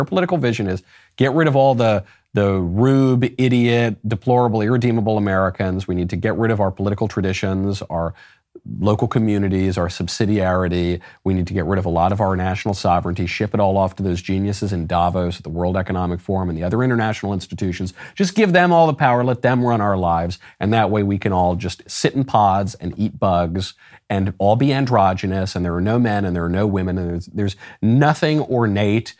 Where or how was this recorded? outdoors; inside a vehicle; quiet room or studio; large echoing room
quiet room or studio